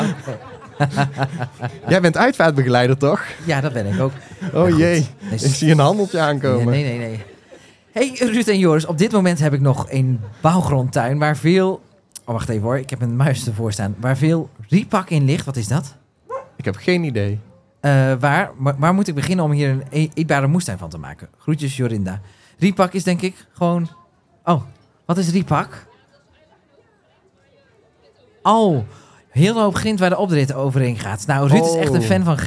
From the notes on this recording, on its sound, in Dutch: live vanaf de moestuinbeurs in Beesd